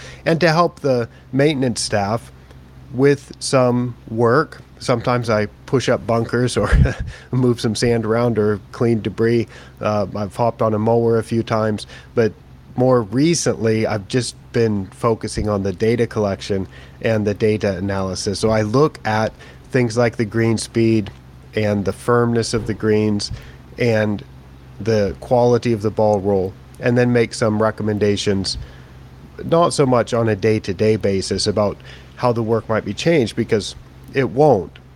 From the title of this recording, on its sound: live from the KBC Augusta tournament in Japan